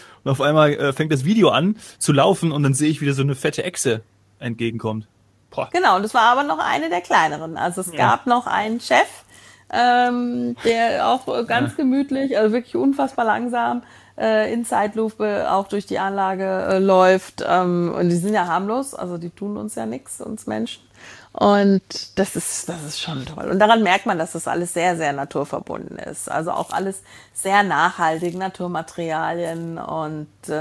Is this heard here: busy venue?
no